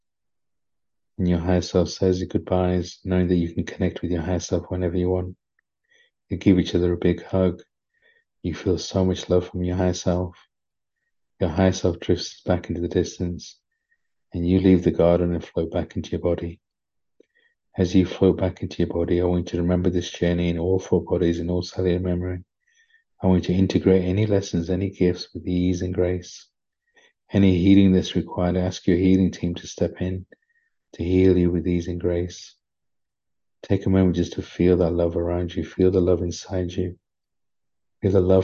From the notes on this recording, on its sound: Bonus Episode - From Zoom Healing Session. Recorded during a profound healing session via Zoom.